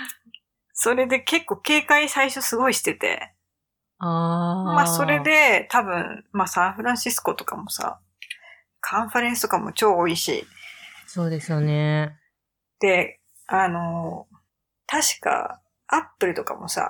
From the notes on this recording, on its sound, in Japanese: タイピングの音など、雑音がおおくてすみません！家族がWFH中ということでお許しを……